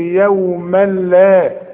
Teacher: فعند الوقف هتقول يوما، وعند الوصل ادغام كامل بدون غنة هنقول يوما لا.